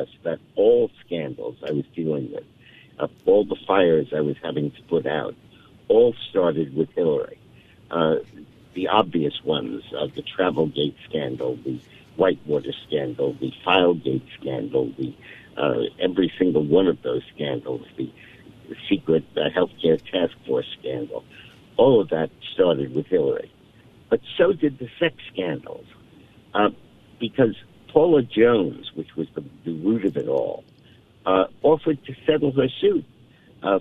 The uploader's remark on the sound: joins the show by phone.